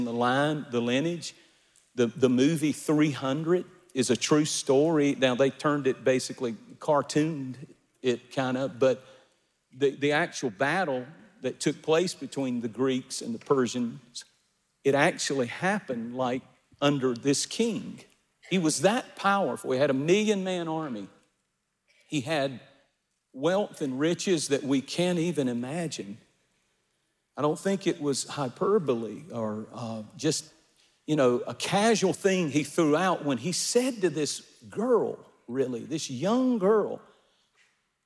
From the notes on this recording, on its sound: Recorded at our Divine Conference.